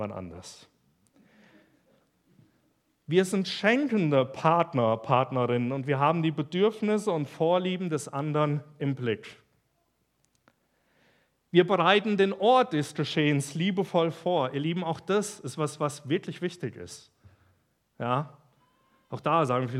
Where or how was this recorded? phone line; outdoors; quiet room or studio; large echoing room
large echoing room